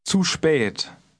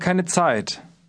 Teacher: German Z has a TS sound, as in the word cats.